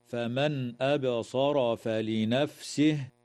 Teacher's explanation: إظهار حلقي للنون الساكنة عند الهمزة